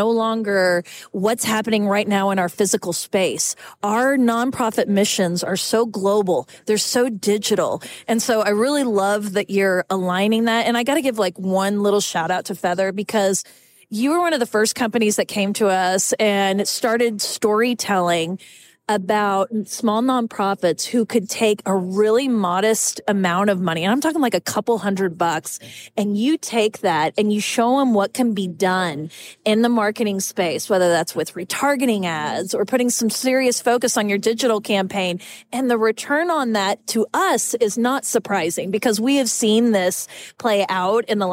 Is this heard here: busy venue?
yes